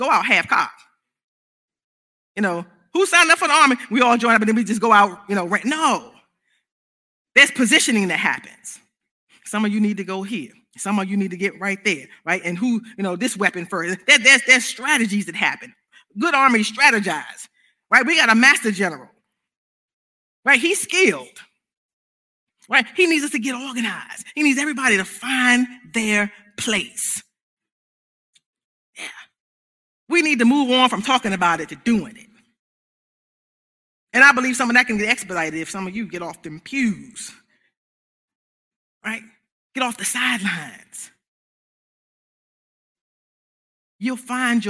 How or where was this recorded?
large echoing room